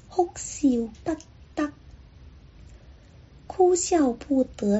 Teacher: 哭笑不得的粤语里有三个都是短音